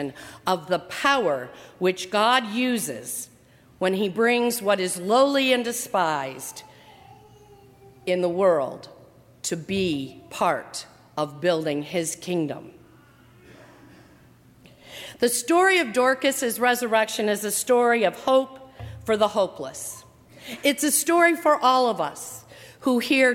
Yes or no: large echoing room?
yes